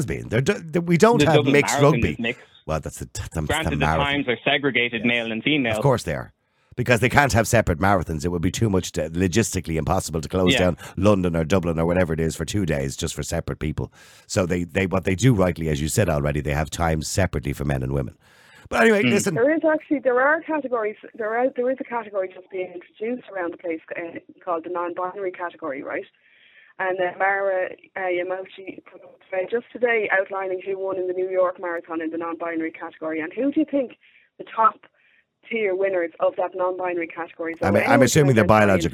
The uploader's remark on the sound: callers call in to have their say.